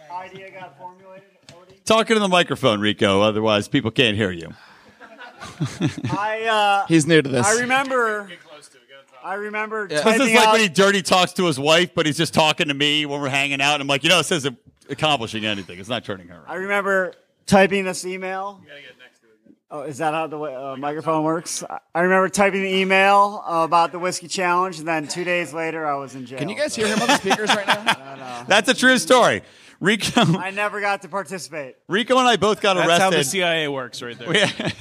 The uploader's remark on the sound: LIVE From PorcFest! Recorded live in front of a studio audience at PorcFest! All six Lions of Liberty were in person on the same show.